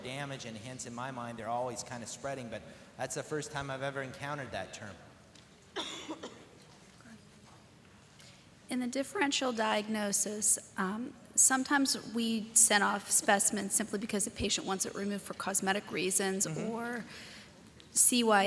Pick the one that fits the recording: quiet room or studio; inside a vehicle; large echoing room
large echoing room